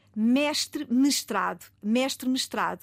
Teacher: A sílaba, o acento tónico avança uma sílaba mestrado. E a vogal anterior baixa um tom, como se fosse na música.